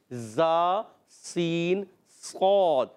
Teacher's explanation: बिल्कुल बारीक नोक और सनाए सुफला और मा इत्तिसाल सनाए उलिया, यानी नीचे वाले दांतों के किनारे और कुछ इत्तिसाल ऊपर वाले दांतों के किनारों से, तो अदा होता है ज़ा सीन सौद · Term: सीन का मखरज